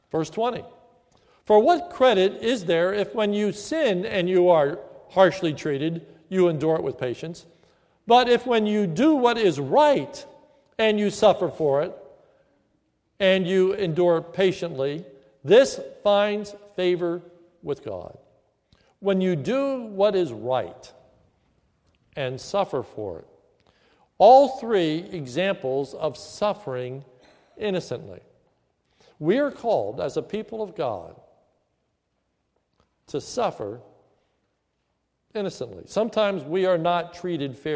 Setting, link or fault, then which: setting, large echoing room